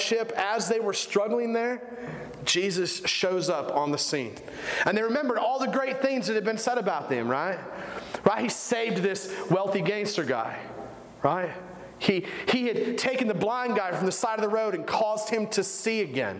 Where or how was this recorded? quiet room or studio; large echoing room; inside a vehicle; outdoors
large echoing room